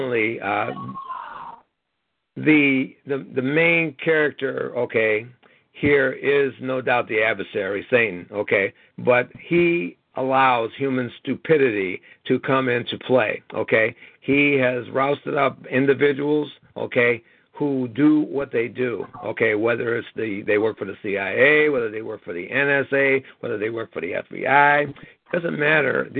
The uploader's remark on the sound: FFCHS Saturday Conference Call